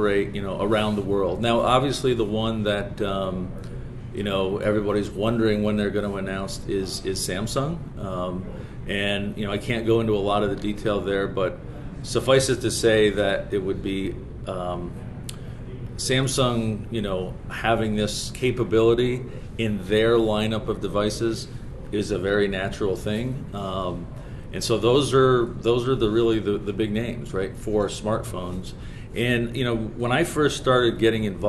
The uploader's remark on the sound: At the Satellite 2023 conference in Washington, D.C.